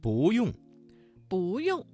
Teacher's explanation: 这个词当中的不字在四声之前变成了二声。